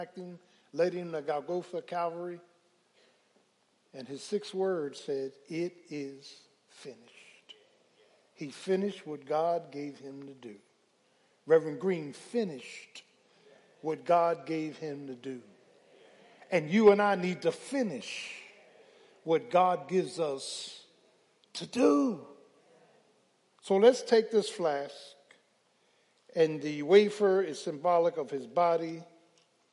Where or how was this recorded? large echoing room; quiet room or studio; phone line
large echoing room